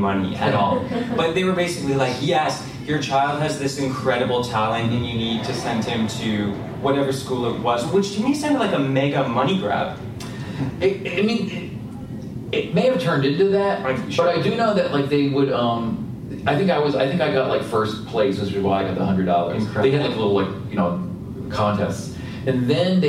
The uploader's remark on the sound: Live at Toronto Comicon!